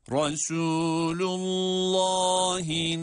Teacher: Burada Resu derken de ra harfi kalın, sin harfi ince ve met ile okunuyor.